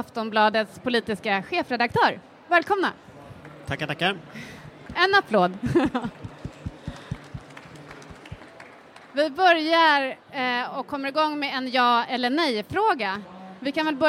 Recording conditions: live audience